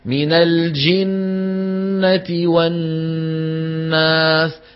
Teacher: الصوت محصور وين؟ خلف اللسان. بينما الجزء الخيشومي شغال